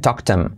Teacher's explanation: salto la H de him y digo, y la I como es, talked him.